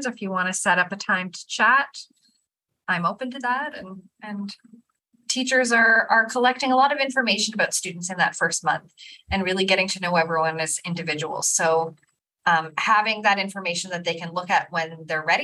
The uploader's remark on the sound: This was initially recorded as a video webinar.